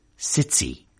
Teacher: It's affricated, to use the jargon, in Liverpool city.